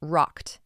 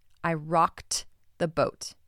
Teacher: That ED makes a T sound because the last consonant is a K. It is an unvoiced consonant, right? It's occurring just in the mouth.